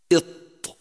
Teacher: فالطاء تخرج من الموضع الذي يلي اللثة وهو من الحروف النطعية · Term: حرف الطاء